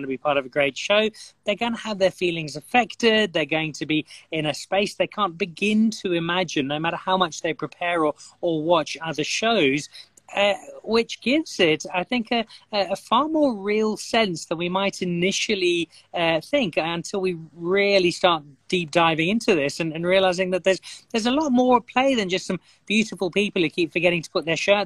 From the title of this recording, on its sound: IG Live